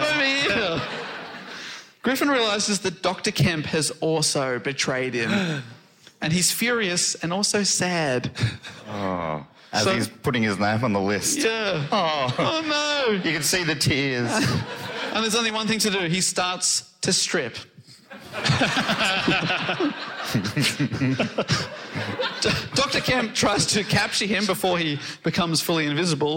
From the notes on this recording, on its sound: Recorded live in London.